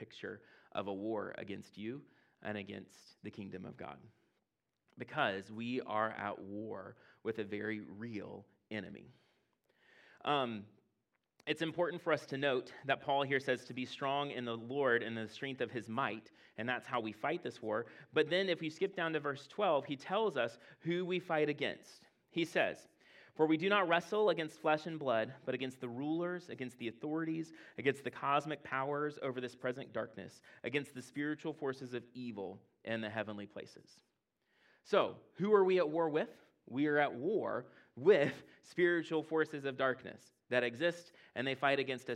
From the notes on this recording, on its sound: at Impact Church in Fredericksburg, VA